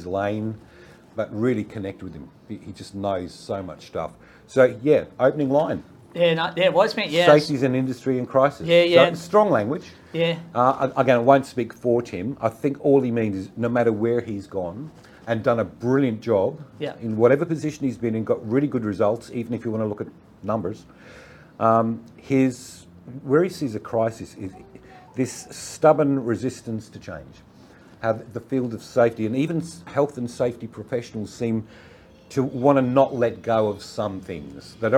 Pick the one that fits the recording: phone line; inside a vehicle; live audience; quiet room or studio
live audience